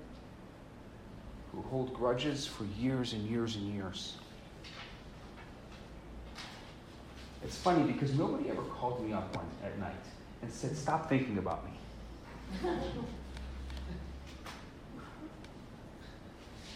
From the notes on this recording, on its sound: Recorded Live at Chabad NDG in Montreal Quebec.